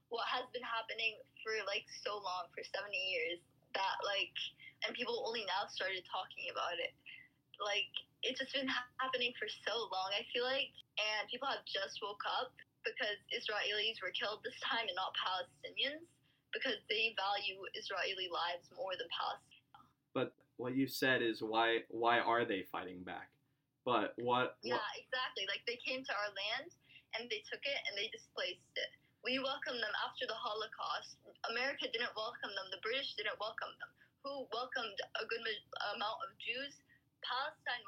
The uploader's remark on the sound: In person. On the phone.